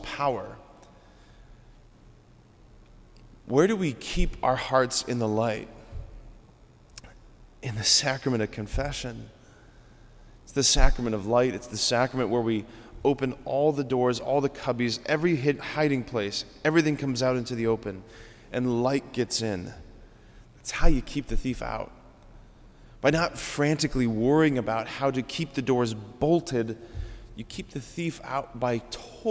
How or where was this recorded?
large echoing room